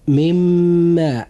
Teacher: حرف الإدغام في هذا المثال هو حرف الميم، ونوع الإدغام هو إدغام بغنة، وقد وقع بعد النون الساكنة حرف الإدغام وهو الميم، وهو من حروف الإدغام بغنة